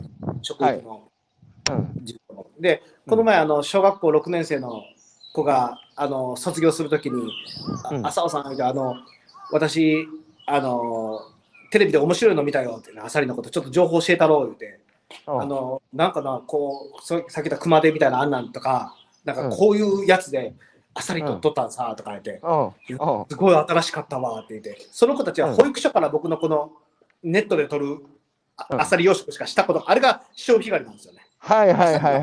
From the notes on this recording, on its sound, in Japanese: 歩きながら1時間、対談する。歩くラジオ。